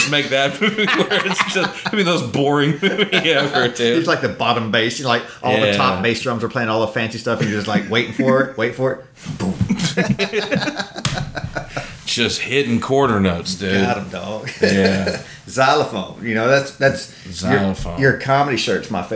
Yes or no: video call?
no